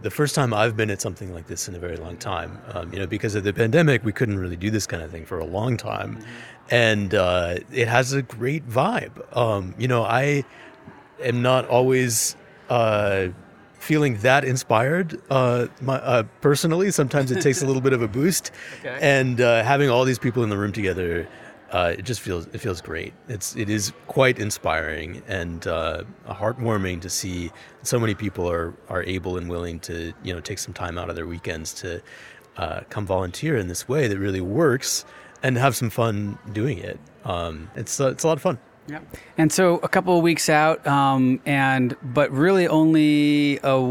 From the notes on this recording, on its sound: Today we are taking you into the field to get the sounds and vibe of Saturday’s Vote Forward’s Big Send Letter writing party in Los Angeles. We get some inspiration from volunteers writing letters to voters.